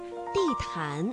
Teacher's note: 这个安呢是前鼻韵母，气流呢是从鼻子前方出来的